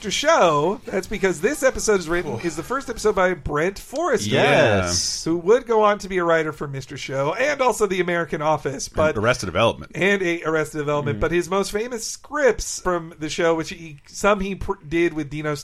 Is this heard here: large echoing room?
no